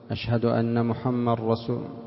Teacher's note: إدغام الدال من محمد في الراء من الرسول